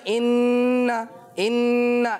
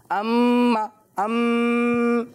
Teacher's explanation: یہ نون مشدد اور میم مشدد نیزلائزیشن کے ساتھ پروناؤنس ہوتا ہے، غنہ کیا جاتا ہے اس میں